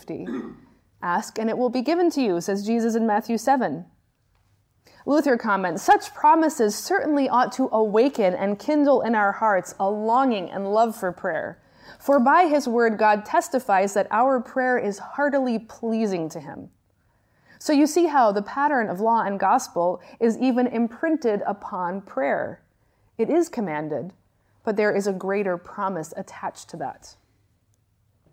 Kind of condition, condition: setting, large echoing room